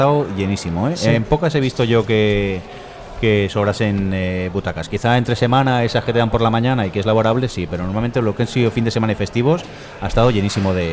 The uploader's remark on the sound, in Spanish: Festival de Sitges 2012. Hemos querido grabar el podcast desde el mismo festival y este año lo hemos hecho desde el hall del hotel Meliá Sitges, justo al ladito del auditori.